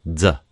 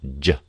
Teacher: The sound J is the voiced cognate of Ch, meaning it's made in the same place and manner, but has voicing from the vocal folds vibrating. · Shown in: second take · Term: voiced palato-alveolar affricate